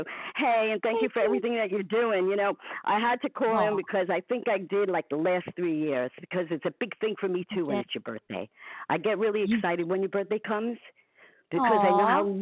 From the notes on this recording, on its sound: We celebrate with call in guests